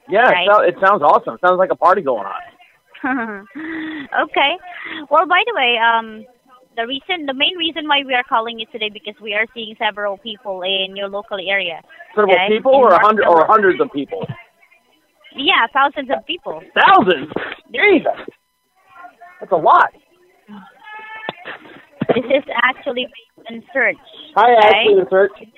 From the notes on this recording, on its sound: Every call is 100% real. All comments, names, and information given to the callers are made up in real time as the call is recorded.